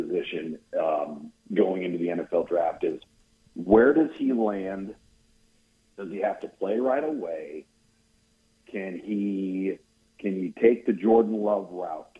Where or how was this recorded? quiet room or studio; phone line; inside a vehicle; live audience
phone line